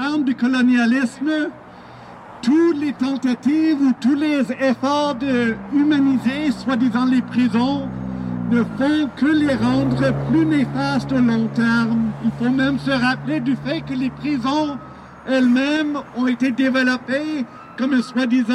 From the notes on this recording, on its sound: Contributor: Prison Radio CKUT. Audio from a demonstration that took place on Sunday October 21 in Montreal against the International Corrections and Prisons Association conference. This conference was hosted by Correctional Services Canada and has been happening all week at the Marriott Hotel on de la Gauchetiere in downtown Montreal.